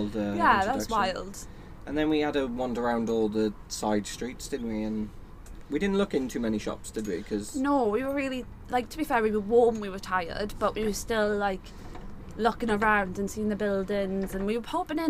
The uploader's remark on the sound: We recorded this in the van on a stormy day so apologies for the noise.